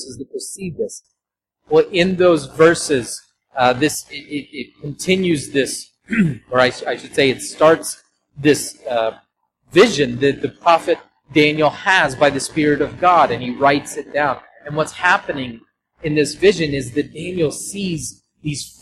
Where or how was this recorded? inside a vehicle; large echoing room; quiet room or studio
large echoing room